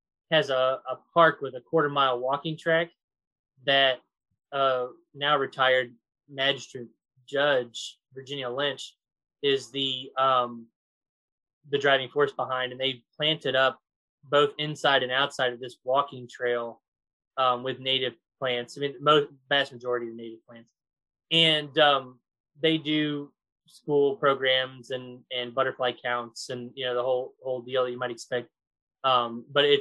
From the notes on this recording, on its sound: finish our zoom interview